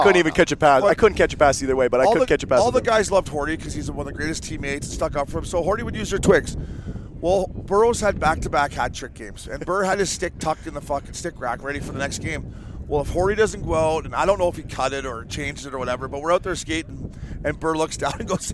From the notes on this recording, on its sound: From the WM Phoenix Open. Take the #FellaTour from Las Vegas to Scottsdale for Golf a the WM Phoenix Open! Live from the DraftKings Sportsbook Suite at the Kiva Club.